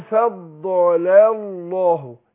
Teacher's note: يبقى انا هنطق اللامين ورا بعض. اللام الاولانيه مرققه اللي هي تفضل واللام لفظ الجلاله هتفخم عشان اللي هي اللام اللي قبلها ايه مفتوحه